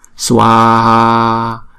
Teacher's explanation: Vì hai chữ A có đều có dấu hai gạch ngang trên đầu hết, cho nên chúng ta đọc hai chữ A này là hai nhịp